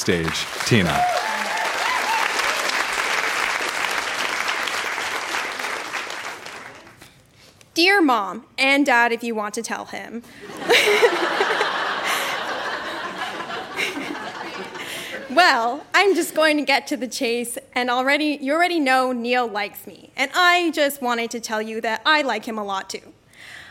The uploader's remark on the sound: Recorded live at The Gladstone Theatre in Ottawa.